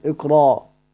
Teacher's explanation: همزة ساكنة بعد فتح، ببدلها ألف طبيعي كده كده كده، ابدلها ألف اقرأ.